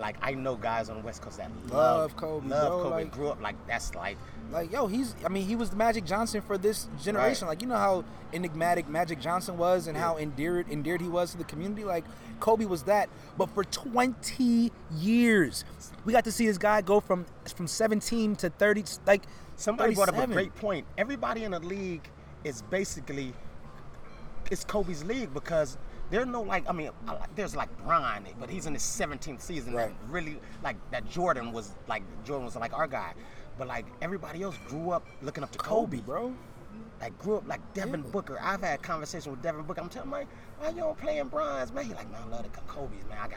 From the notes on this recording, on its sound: "on location" podcast at Soho Beach House